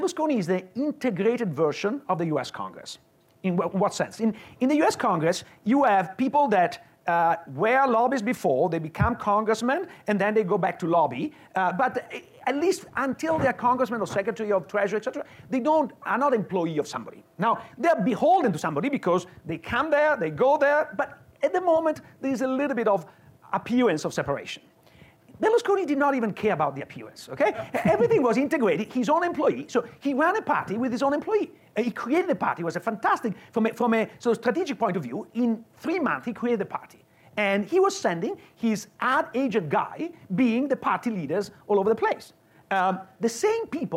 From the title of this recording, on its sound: Live at Mason